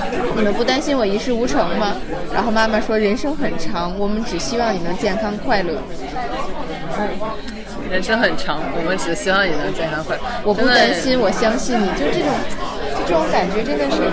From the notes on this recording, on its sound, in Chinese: 在法国作家波伏娃最爱的花神咖啡馆一起聊聊。由于我们见面录音的地方是一家咖啡馆，希望周围的声音可以把大家带到巴黎带到我们身边。